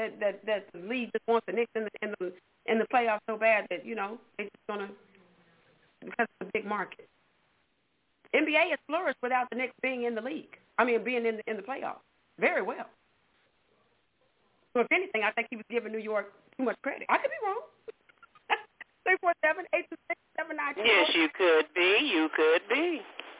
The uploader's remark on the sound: Your phone calls, comments, questions and much more!